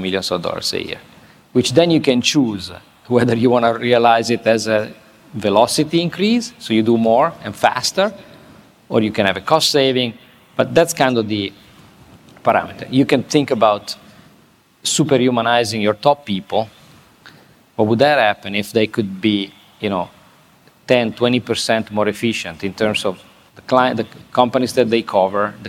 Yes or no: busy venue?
yes